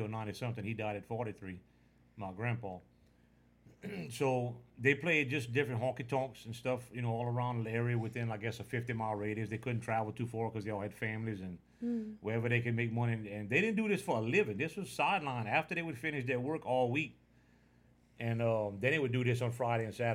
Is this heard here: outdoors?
no